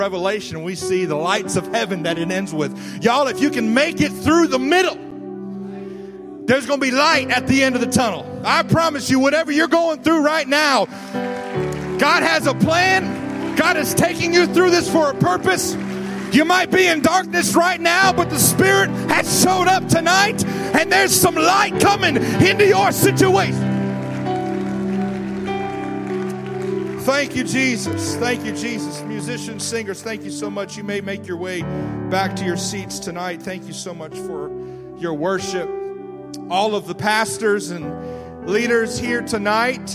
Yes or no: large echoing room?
yes